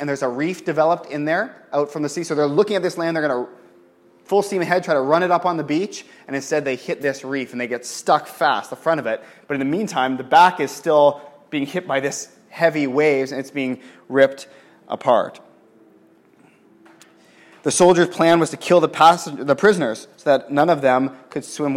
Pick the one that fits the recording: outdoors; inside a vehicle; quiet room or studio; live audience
live audience